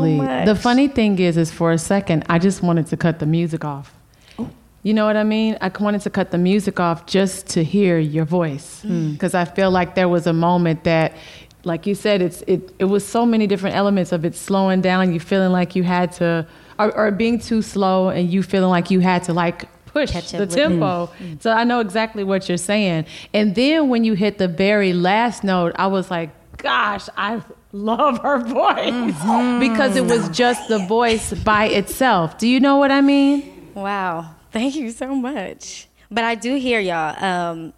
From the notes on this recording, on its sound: The artists arrive in New York City for the live finale. In front of a live audience.